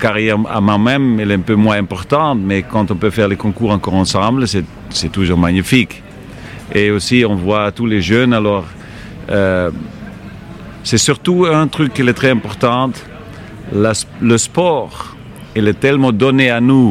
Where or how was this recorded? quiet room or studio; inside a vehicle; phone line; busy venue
busy venue